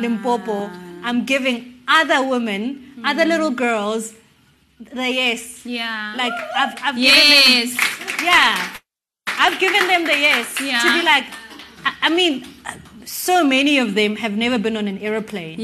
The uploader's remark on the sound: Recorded in front of a live audience for our Season Two launch.